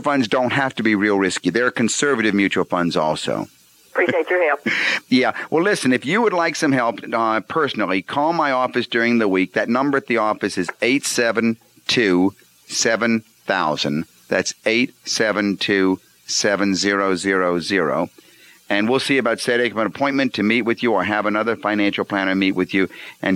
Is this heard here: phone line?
yes